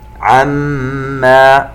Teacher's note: نغن الميم المشددة بمقدار حركتين